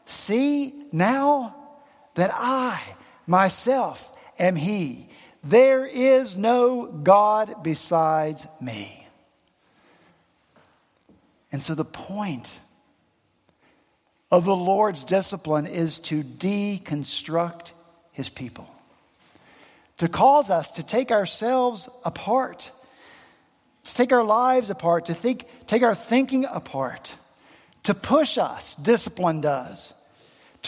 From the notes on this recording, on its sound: at Redeemer Presbyterian Church in Charleston, SC